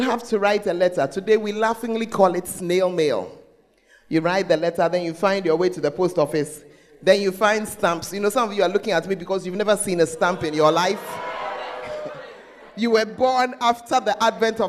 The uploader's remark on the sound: Preached At The First Love Church Ayeduase (Gathering Service)